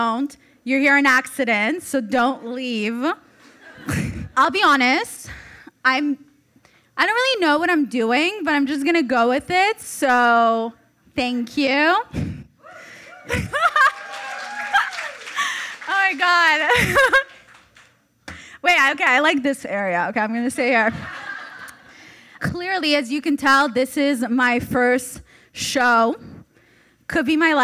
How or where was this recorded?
live audience